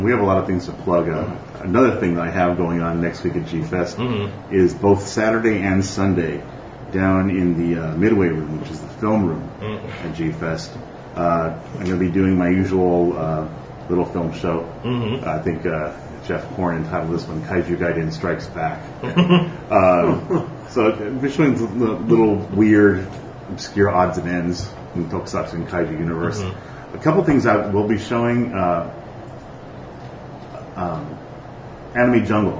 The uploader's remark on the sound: Live from the Monster Attack Team launch party in San Diego California.